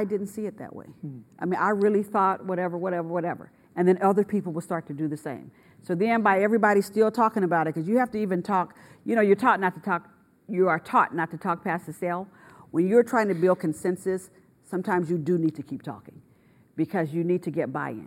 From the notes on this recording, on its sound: Kirk Brennan Speaker Series. During student-led interviews and before a live audience.